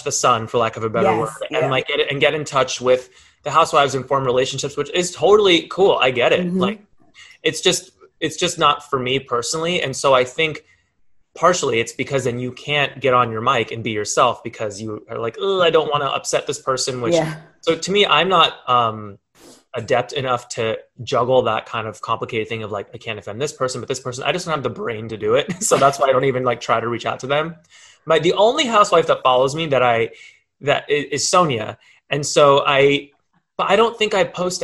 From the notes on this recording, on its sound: Zooms straight into my kitchen